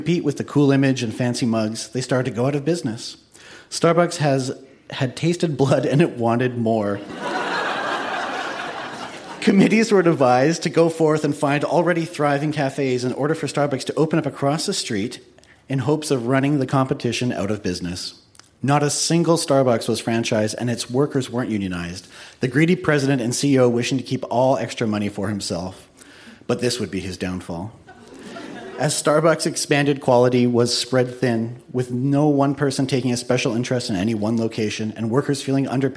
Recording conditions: live audience